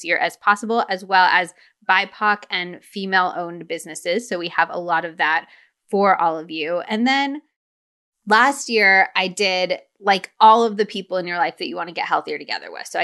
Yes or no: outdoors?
no